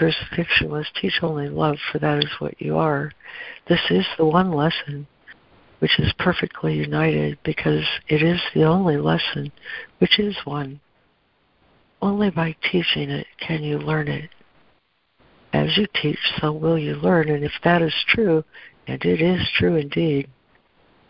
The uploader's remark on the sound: ACIM Daily Conference Call